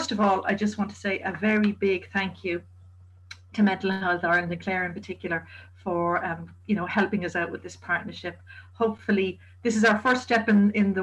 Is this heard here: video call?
yes